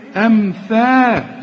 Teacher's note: طلع لسانك ها في الثاء وهتمدها ألف كاملة